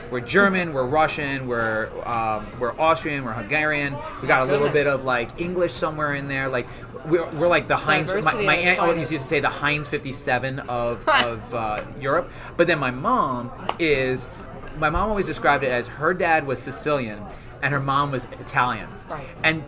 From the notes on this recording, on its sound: Apologies in advance for the disruptions and background noise. The #CRAfTLab which has very little privacy.